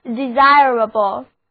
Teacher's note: 重音放在第二个音节上